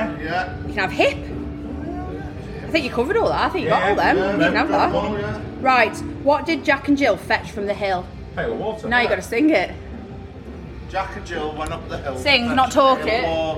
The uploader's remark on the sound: in the depths of the press area at SOS Festival